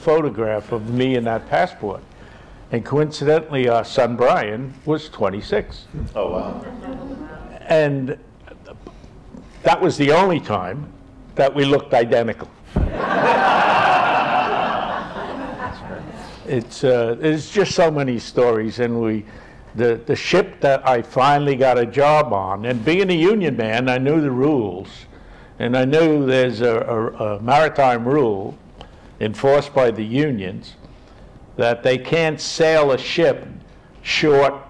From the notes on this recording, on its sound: Recording live from the Inwood Film Festival in Inwood in NYC. We recorded the podcast on location in front of a live audience. To close out the 6th annual Inwood Film Festival. While the audio recoring picks up a bit of the live room noise.